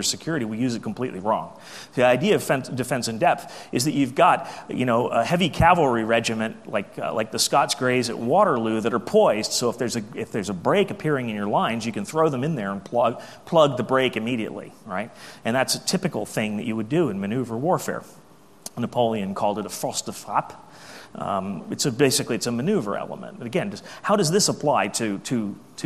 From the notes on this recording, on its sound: AusCERT keynote speech